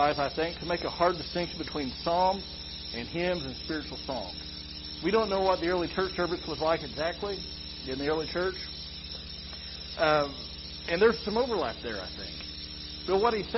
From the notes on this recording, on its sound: Sorry for the audio quality again. We are working to isolate and correct the issue.